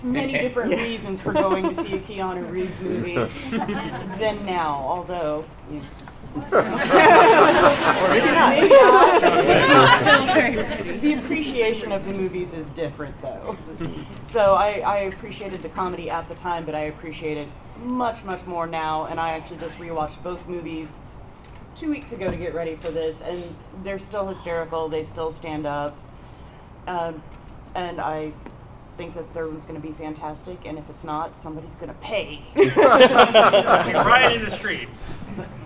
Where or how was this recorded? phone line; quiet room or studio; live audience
live audience